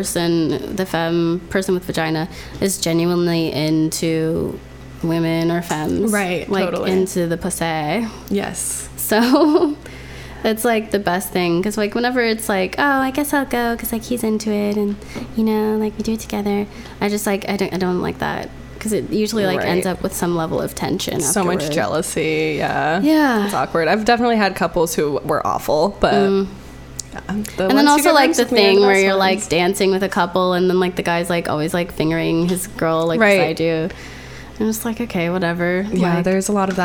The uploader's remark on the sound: Sorry about the weird humming noise. This is another episode recorded on the road, so we didn't have our normal studio setup.